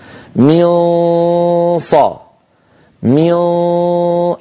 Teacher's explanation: هو صويت سببه عدم قفل المخرج. من ص من، أغلب الصوت من الخيشوم وقليل منه يمر عن طريق الفم · Term: الإخفاء